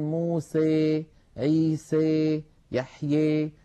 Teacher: بعض القبائل الأخرى كان يبالغ في هذا الأمر فيخلط صوت الألف بصوت الياء · Term: الإمالة